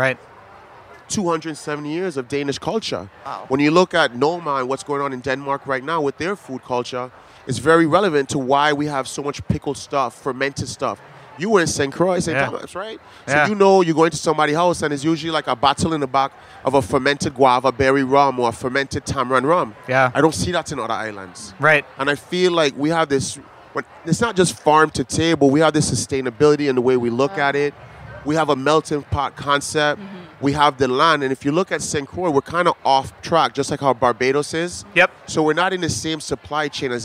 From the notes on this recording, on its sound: At Charleston Wine + Food 2020.